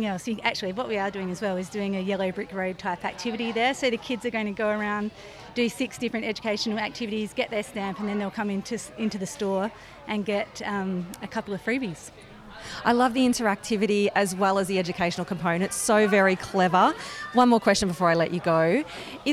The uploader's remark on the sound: This special A Friend of Mine episode is a live roving interview from the 2023 Henty Field Days.. I get out amongst the 3500 businesses across 1200 sites and 14km of shopfront on 105ha - the biggest exhibition space in the country. At times you will hear the sounds of our surroundings whether it's some of the 60,000 people in attendance, nature, machinery or a PA system.